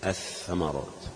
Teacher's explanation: مفيش لام، قلبت لثاء، وأدغمت الثاء الجديدة في الثاء الأصلية